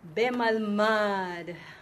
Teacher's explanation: the accent is at the end syllable, the last syllable of the word.